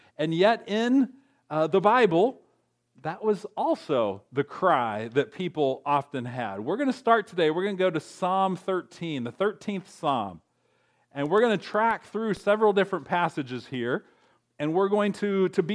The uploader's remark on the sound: recorded on December 9, 2023, at Ringgold Seventh-day Adventist Church